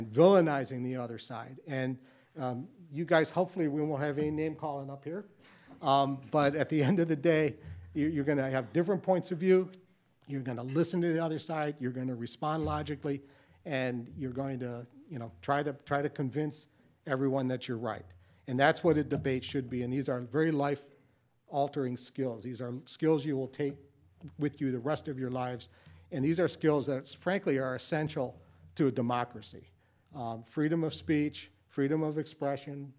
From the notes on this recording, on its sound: The City Club of Cleveland has hosted the annual High School Debate Championship. Not only for the judges and the audience in the room. Also for our radio and television audiences.